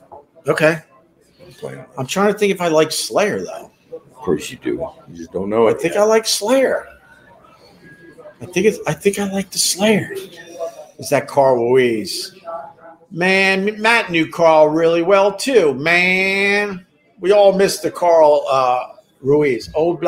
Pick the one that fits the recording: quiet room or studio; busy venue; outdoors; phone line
busy venue